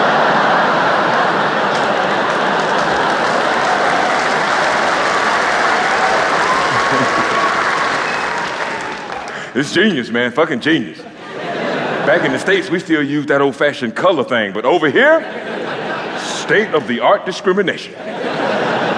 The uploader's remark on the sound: Recorded live at two sell-out shows from Londons iconic HMV Hammersmith Apollo.